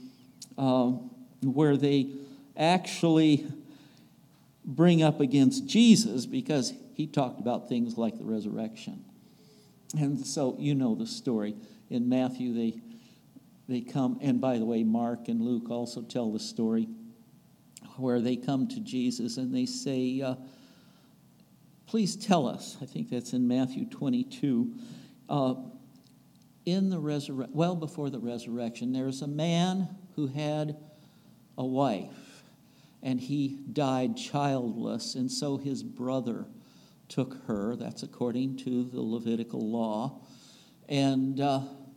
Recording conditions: large echoing room